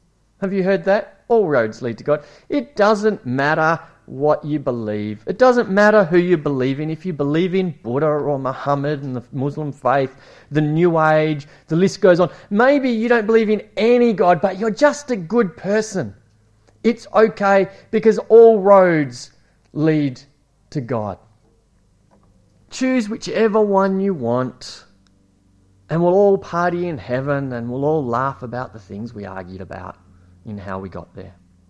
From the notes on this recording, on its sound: It was preached at Esperance Church of Christ.